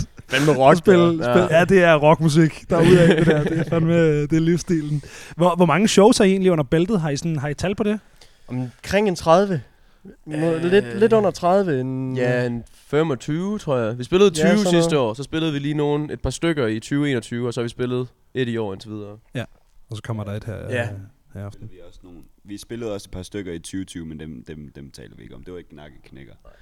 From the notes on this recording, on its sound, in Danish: Mini-episode optaget på When Copenhell Freezes Over 2023.